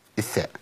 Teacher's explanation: الذال والظاء فيهم انقطاع نفس، الثاء فيها جريان النفس